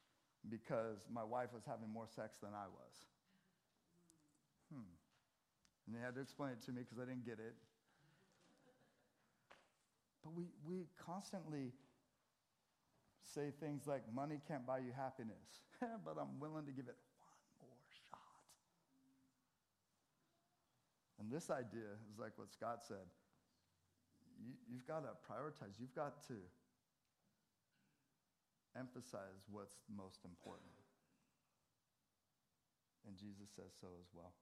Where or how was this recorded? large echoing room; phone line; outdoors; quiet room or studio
large echoing room